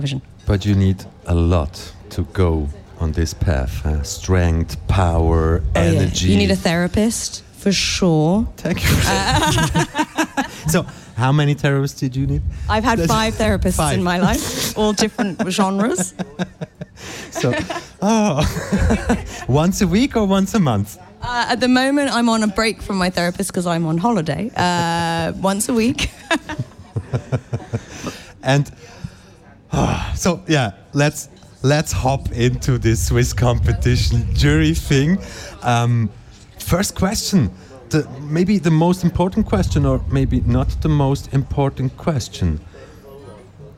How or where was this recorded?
busy venue